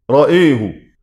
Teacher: الأول إمالة الهمزة فقط، رأيه